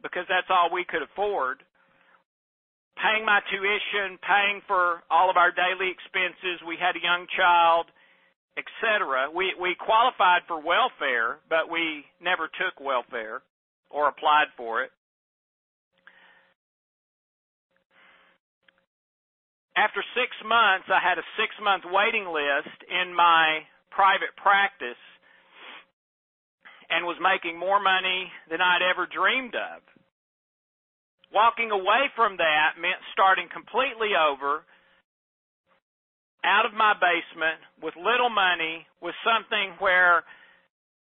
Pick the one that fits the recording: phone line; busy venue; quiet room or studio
phone line